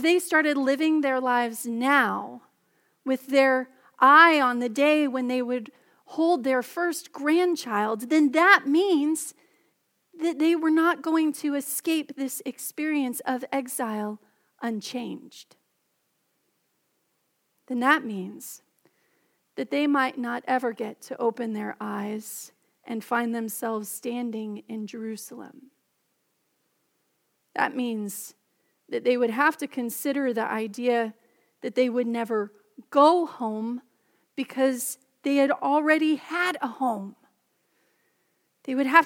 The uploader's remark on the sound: Message delivered during the Contemporary Service.